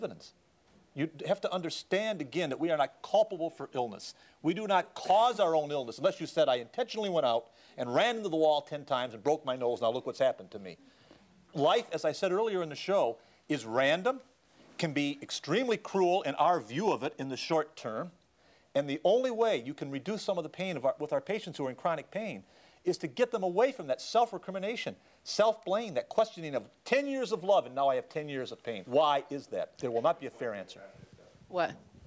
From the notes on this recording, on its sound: The experts respond to audience members’ questions